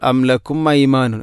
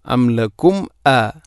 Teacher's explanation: അംലക്കും അ ഇൽഹാർ ഷഫയാണ്, മീമിനെ ഇൽഹാർ ചെയ്യണം.